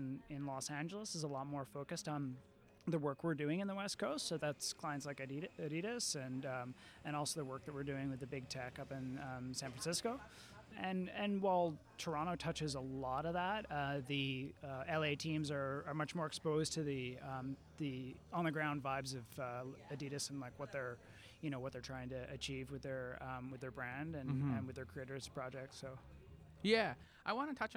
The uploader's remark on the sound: Recorded: Friday January 18, 2019 at 10:00 am (EST) at the Interior Design Show. At Jam3.